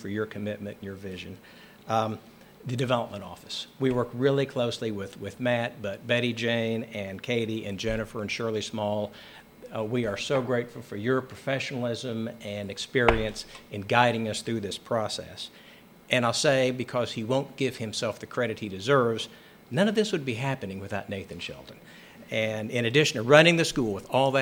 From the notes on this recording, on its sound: This episode is a recording of the Celebration of Progress event for the Loeffler Primary Division's Expansion and Renovation. It took place in the Nichols Activity Center on Casady's campus and was attended by a number of the project's supporters and developers.